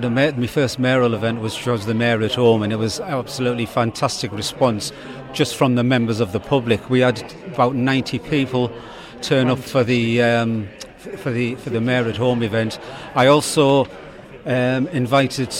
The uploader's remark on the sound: At the 2023 Heritage Festival.